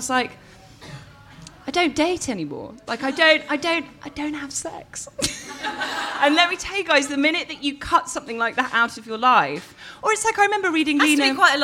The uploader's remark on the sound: It’s our first ever live podcast! This week The High Low is brought to you live from tibits, a vegetarian restaurant in Mayfair.